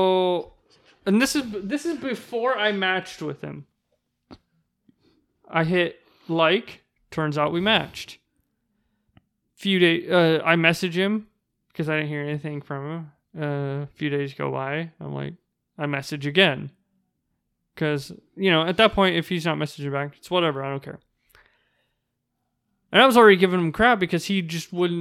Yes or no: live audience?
no